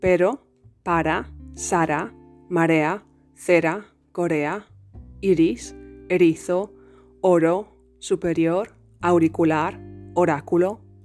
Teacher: What some people refer to as the soft R in Spanish is called voiced alveolar tap. To produce it, you must literally Tap the tip of your tongue against the alveolar ridge or gum line right behind your teeth.